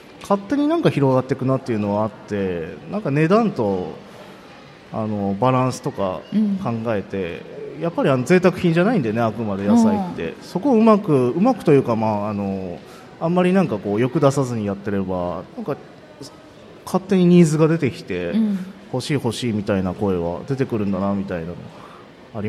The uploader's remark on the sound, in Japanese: 公開収録。鳥取県倉吉市発。